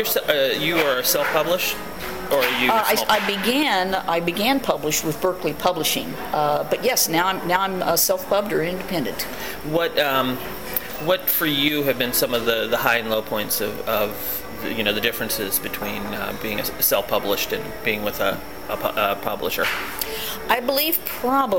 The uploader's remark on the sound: Necronomicon 2012 was winding down. You can hear some background sounds from people in the hotel lobby coming and going, but we persevered.